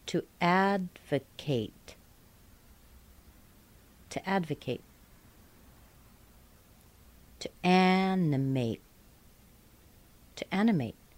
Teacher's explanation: the A-T-E is going to be pronounced ate, not ut with a schwa, as in the nouns and the adjectives.